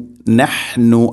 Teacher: ഹ തൊണ്ടയുടെ മധ്യഭാഗമാണ് ഹ എൻ്റെ മഹ്റജ്